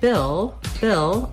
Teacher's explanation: I just basically go right from that ih sound into my L sound. I don't have to do anything special for that L.